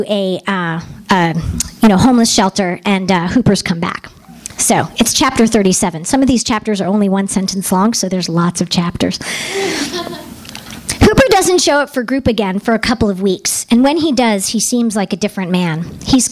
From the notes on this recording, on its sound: THIS EVENT WAS RECORDED LIVE AT SKYLIGHT BOOKS OCTOBER 25M 2011.